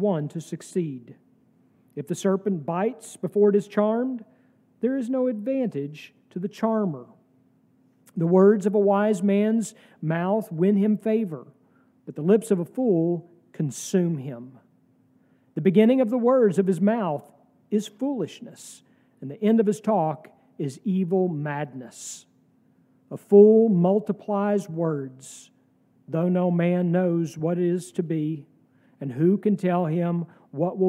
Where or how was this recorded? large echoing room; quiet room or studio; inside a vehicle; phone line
large echoing room